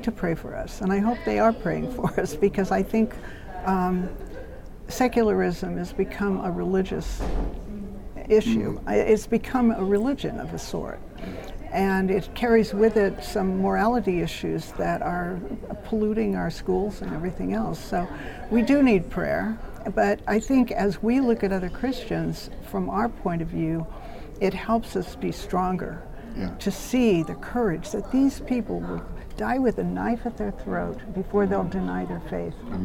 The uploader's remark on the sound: The IRF Summit Authors' Corner took place at the IRF Summit 2022 in Washington, D.C.